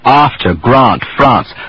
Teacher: in England, some of these words are pronounced with the ah vowel, after, grant, France.